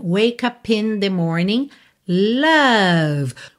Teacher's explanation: Então, é de wake, é mudo, tá pintadinho de cinza. Você já vai do K pro up e do P do up já liga no in.